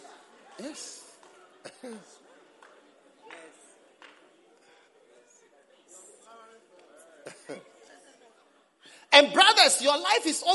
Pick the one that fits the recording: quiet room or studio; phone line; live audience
live audience